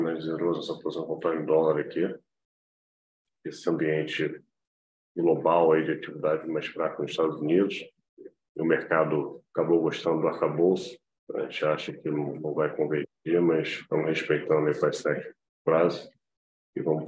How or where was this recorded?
video call